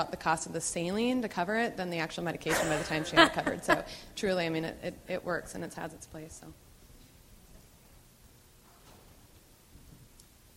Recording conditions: live audience